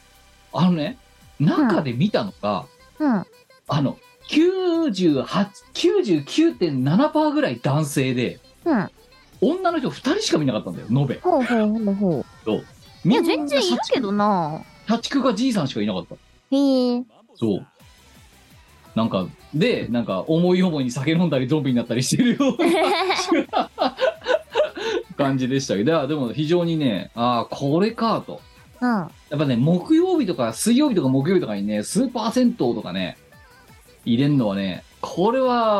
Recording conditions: video call